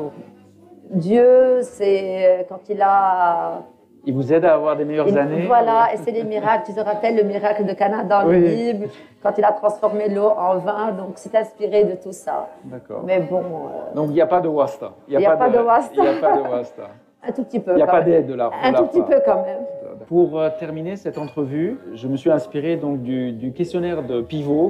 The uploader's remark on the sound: Recorded live on February 17, 2020, at L’appartement in Beirut, Lebanon.